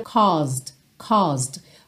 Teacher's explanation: Essa primeira parte da palavra, essa primeira sílaba, é mais comprida